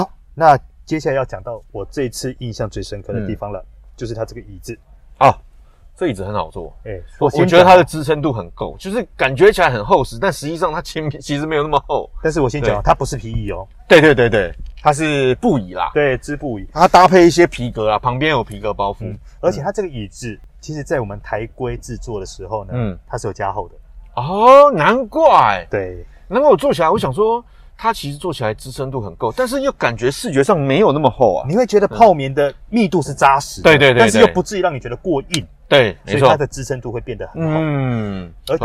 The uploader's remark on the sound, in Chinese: 大改款Honda Fit是在貴三小？實車現場邊看邊說給你聽！